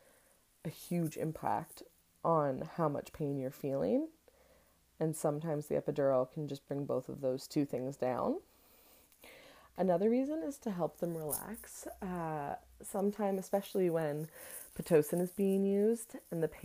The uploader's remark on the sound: There is some extras noises in the audio today!